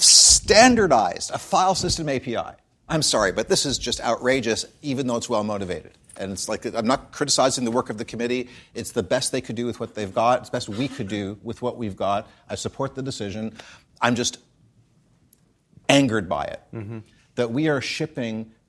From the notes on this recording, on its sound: In front of a live audience at CppCon itself.